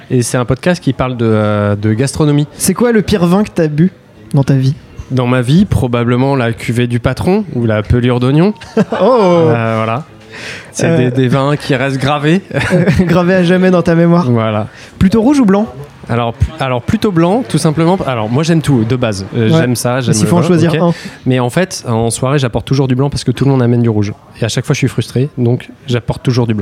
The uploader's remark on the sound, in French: enregistré au Wine Therapy (Paris 9e)